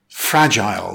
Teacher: It's pronounced fragile with stress on the first syllable